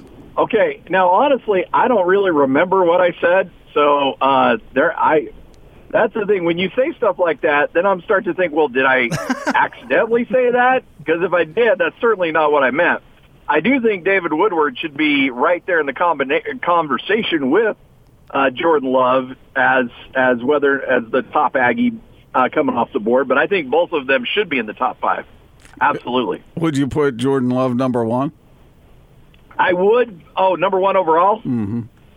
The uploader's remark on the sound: call in to the show